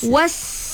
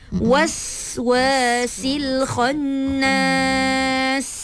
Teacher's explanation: Bunyikan sofir pada sin. · Shown in: second take